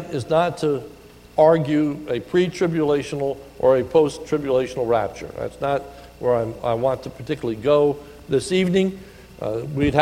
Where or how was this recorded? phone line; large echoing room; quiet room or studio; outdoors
large echoing room